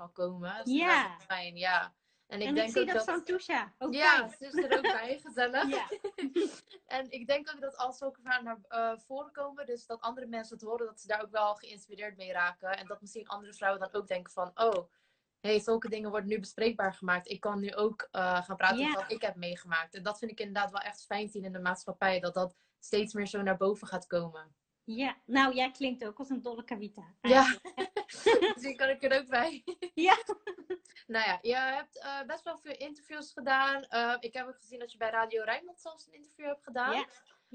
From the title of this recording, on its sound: Instagram Live